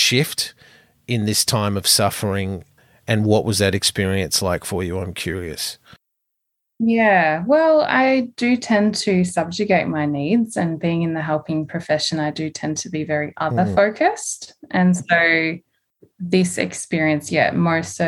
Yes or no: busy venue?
no